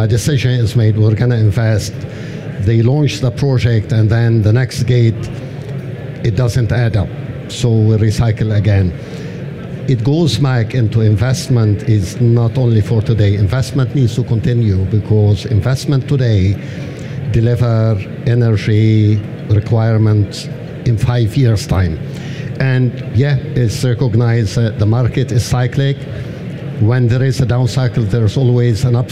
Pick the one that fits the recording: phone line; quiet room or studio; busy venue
busy venue